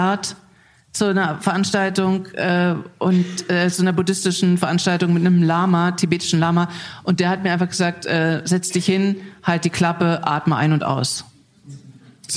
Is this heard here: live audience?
yes